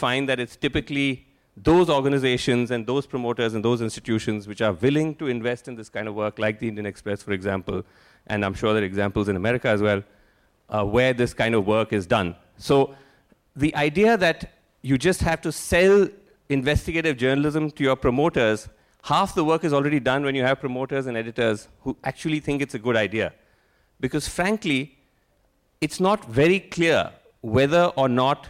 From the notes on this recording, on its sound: At the second edition of Media Rumble